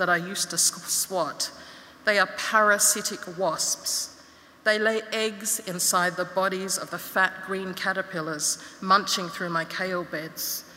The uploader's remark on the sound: In this episode we revisit 2022's inaugural Opening Night gala event at Melbourne Town Hall. This event was recorded at Melbourne Town Hall on Wednesday 2 November 2022 as part of the Wheeler Centre’s Spring Fling Opening Night: Lightbulb Moments.